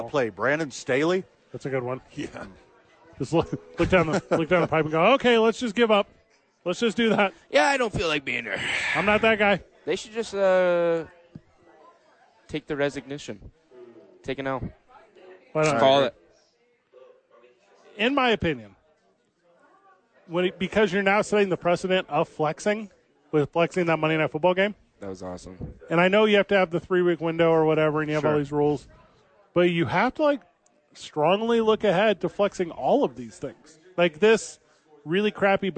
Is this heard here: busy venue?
yes